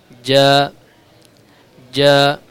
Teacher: makhraj huruf jim terletak pada pertemuan antara tengah lidah dengan langit-langit atas